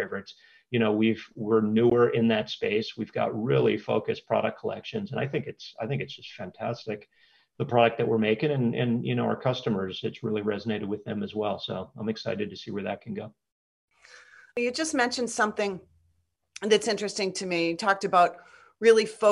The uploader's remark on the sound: sits down for a candid Zoom conversation